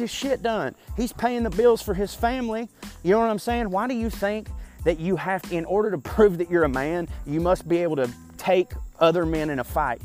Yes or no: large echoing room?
no